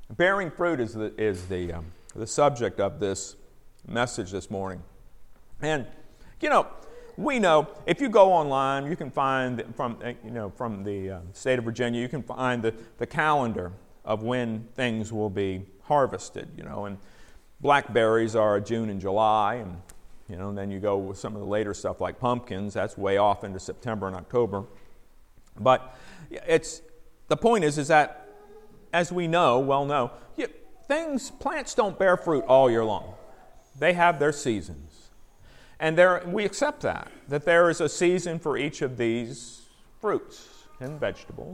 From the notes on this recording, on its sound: Recorded at PFPC at Nexus service.